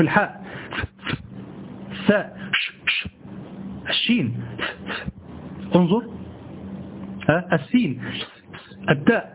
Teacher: حروف الهمس عبارة عن نفخ، لا يخرج معها صوت من الحنجرة